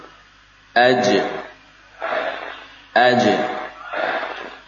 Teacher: Bila kita ingin membuktikan, ya, sifat syiddah pada huruf-huruf ini, maka caranya dengan mensukun. Ketika disukun, kita dapati bahwa huruf ini berhenti spontan dan tidak bisa kita memaksakan aliran suaranya.